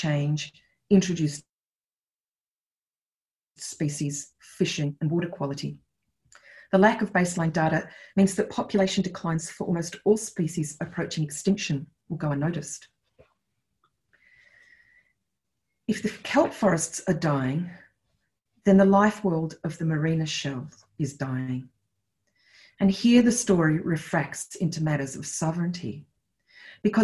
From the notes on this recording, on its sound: This event was held via Zoom on Thursday 15 October, 2020.